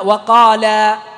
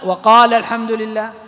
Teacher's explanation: تحذف الألف لالتقاء الساكنين، فيذهب المد الطبيعي · Shown in: second take · ما يصير عندي مد طبيعي.